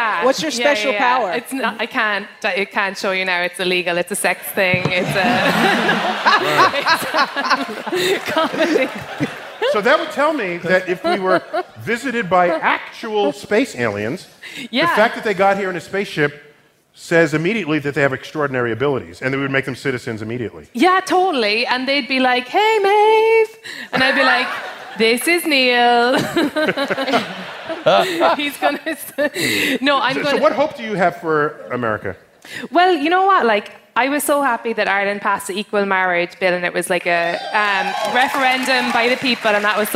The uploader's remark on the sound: StarTalk Live! at the Apollo. StarTalk’s night at the historic theater in Harlem concludes with some surprises.